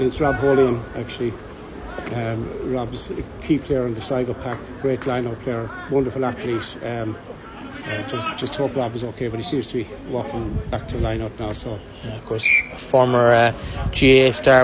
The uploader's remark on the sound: Full Audio Commentary of the 2022/23 Connacht Rugby Senior Cup Final between Buccaneers and Sligo from The Sportsgrounds